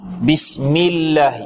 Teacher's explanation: اللام في لفظ الجلالة مفخمة أو مرققة؟ ترقق